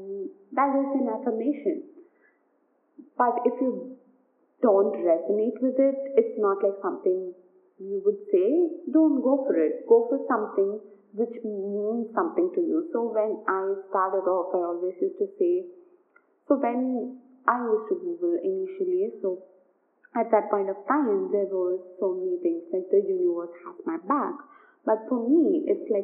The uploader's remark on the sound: Do excuse some background noise